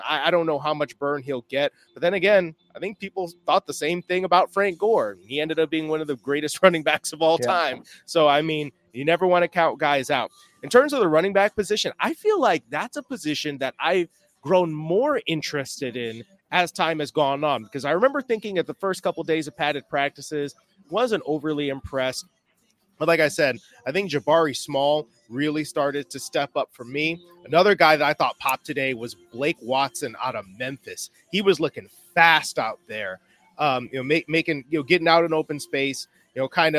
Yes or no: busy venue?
yes